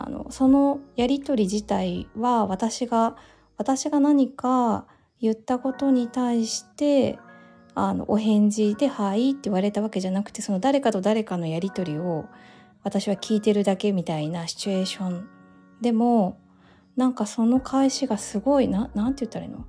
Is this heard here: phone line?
no